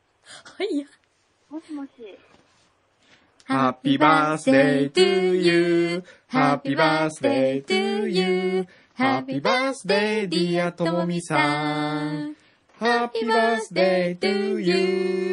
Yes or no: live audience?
no